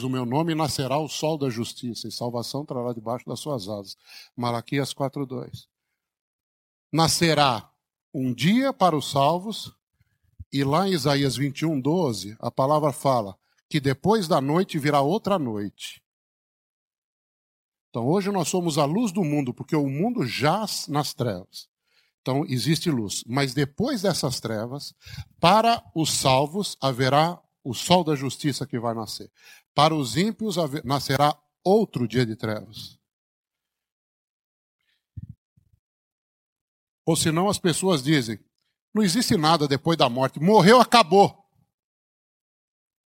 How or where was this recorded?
large echoing room